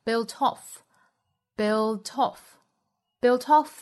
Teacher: 那 built 和 off 放在一起连读呢，我们把重音放到后面这个词上